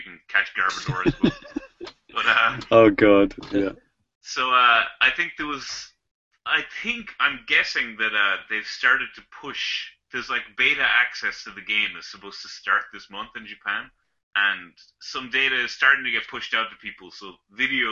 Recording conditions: video call